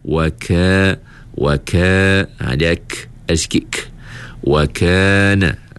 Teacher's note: Masa sebut huruf kaf ni, pastikan ada sedikit angin. Sebab apa? Sebab kaf ini bersifat dengan sifat sifat hamas.